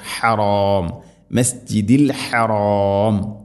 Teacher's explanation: ഹ ഹ ആണ്, തൊണ്ടയുടെ മധ്യഭാഗമാണ് ഹ എൻ്റെ മഖ്റജ്